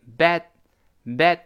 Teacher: bad，后面那个 d 失去爆破了